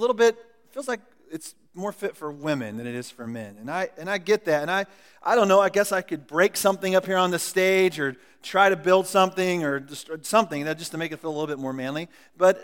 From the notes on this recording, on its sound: Recorded at The Calling Community Church located in Platte City, Missouri. Services are held at the Platte County High School Auditorium.